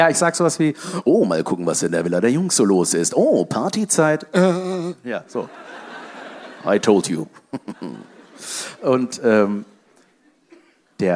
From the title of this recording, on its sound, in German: Live in Köln